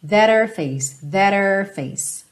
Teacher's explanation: Como esse H, her, não é um fonema forte, ele às vezes acaba sendo suprimido quando você vem de um T